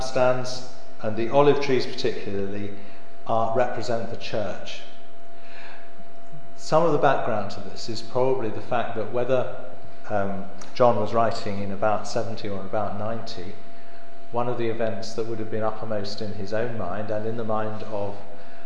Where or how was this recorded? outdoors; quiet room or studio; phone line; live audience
live audience